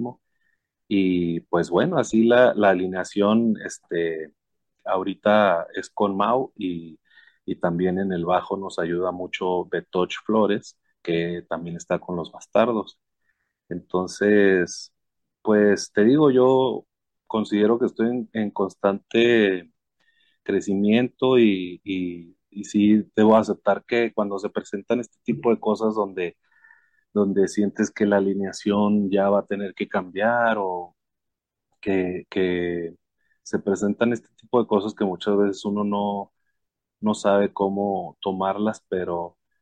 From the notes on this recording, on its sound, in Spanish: Charlamos via zoom.